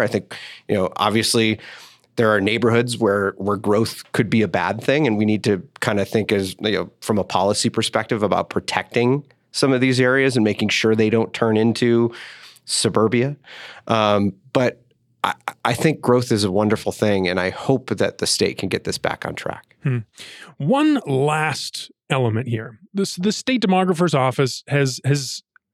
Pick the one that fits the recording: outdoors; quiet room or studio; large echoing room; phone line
quiet room or studio